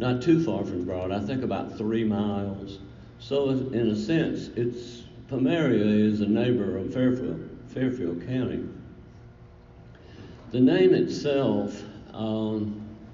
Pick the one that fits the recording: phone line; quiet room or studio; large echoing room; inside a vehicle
large echoing room